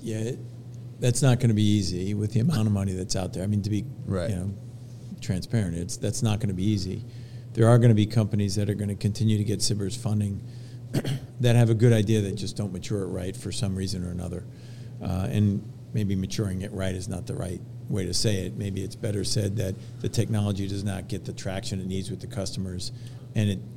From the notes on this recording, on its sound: recorded during Fed Supernova 2023